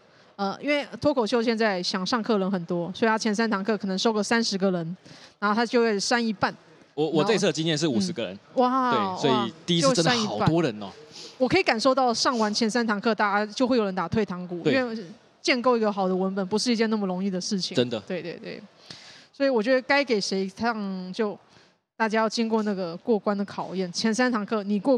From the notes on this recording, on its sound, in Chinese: 這一集出外景！來到台南講open mic，表演完立刻就在肯德基錄podcast！